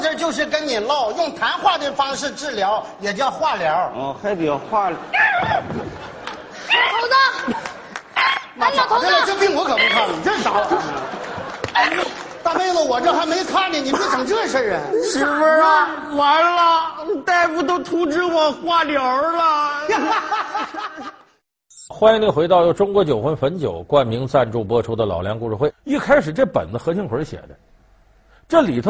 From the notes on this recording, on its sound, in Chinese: 還有聽故事的觀眾